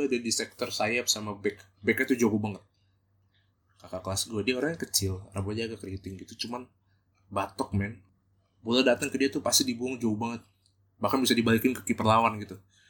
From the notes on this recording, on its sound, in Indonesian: Karena masih baru belajar audio editing, rekaman kali ini agak pipih dan sengau suara nya...